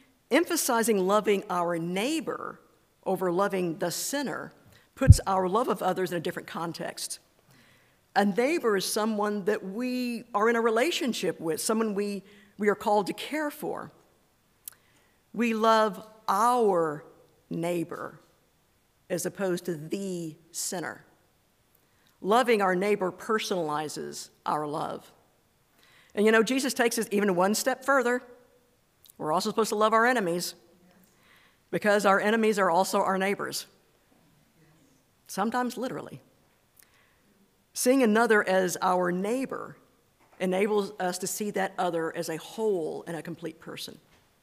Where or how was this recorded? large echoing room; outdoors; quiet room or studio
large echoing room